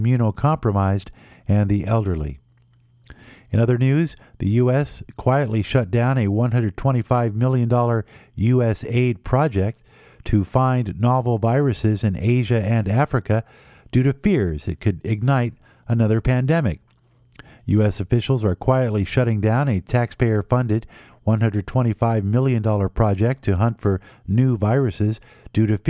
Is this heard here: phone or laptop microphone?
no